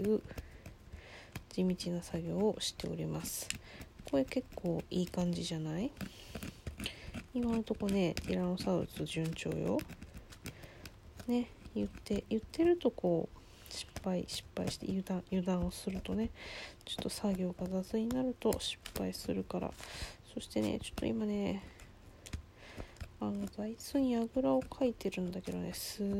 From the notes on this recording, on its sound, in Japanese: From Radiotalk。作業中の雑音注意。